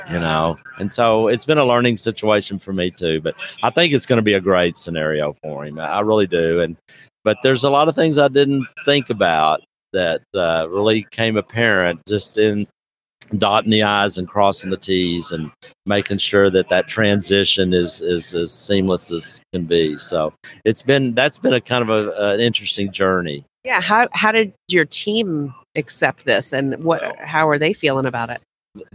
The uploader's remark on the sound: LIVE from SmileCon